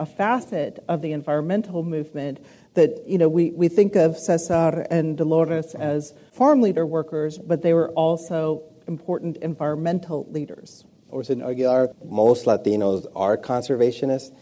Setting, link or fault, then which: setting, live audience